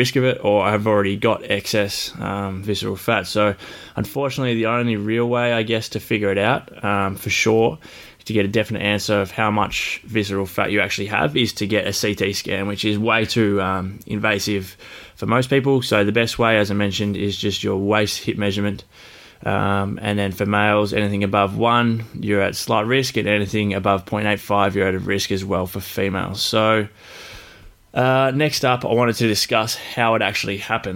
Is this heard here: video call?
no